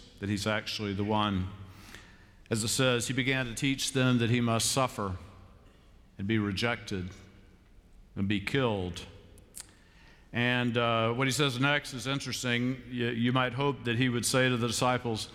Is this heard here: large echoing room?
yes